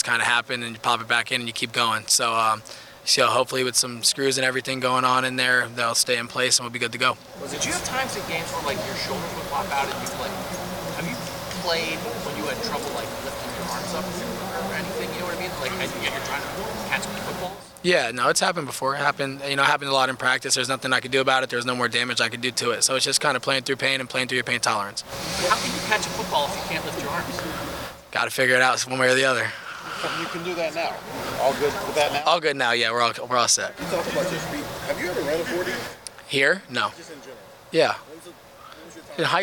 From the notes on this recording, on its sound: Throughout the year, the Land-Grant Podcast Network will be bringing you uncut audio primarily from Ohio State press conferences, but also from individual interview sessions. Unedited audio from Ohio State football media availabilities.